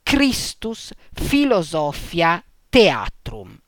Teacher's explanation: I gruppi CH, PH e TH si leggono rispettivamente C-duro, F e T